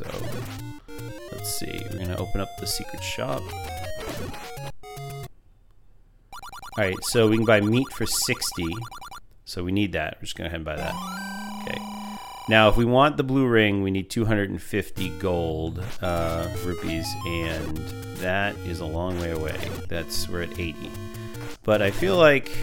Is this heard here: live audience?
no